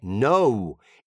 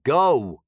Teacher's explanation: Nota che lo non è come lo italiano, cioè una risposta negativa in inglese non è no, è no. Immagina che c'è un piccolo U alla fine. Andare non è go, è go.